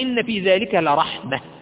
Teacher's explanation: تقول مثلا إن في ذلك لرحمة، تقف عليها وتقول إن في ذلك لرحمة بالهاء · Term: هاء تأنيس